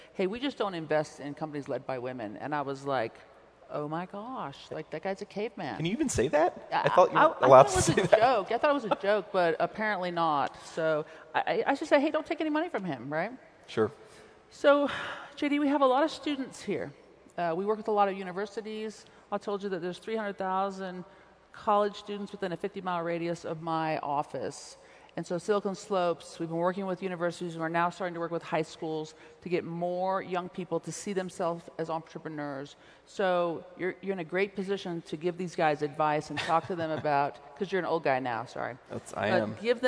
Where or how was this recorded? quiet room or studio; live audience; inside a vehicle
live audience